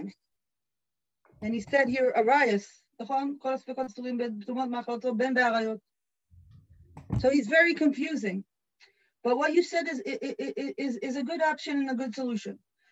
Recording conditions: video call